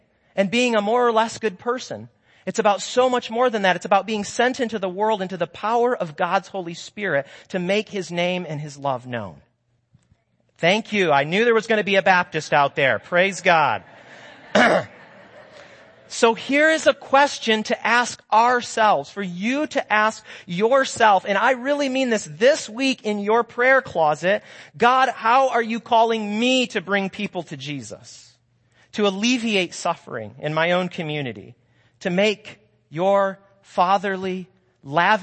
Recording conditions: large echoing room